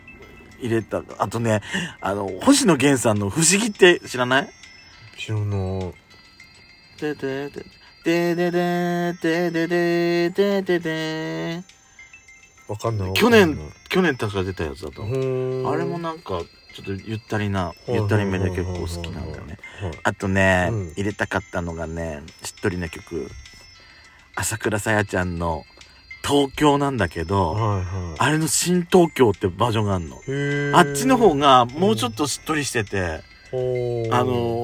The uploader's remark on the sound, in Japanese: パーキング収録